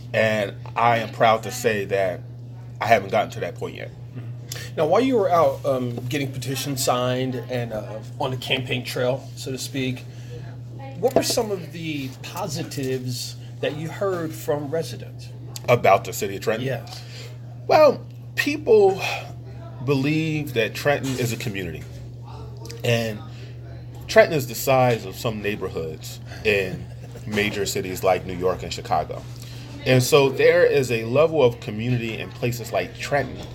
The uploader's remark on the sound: over a meal at Pat's Diner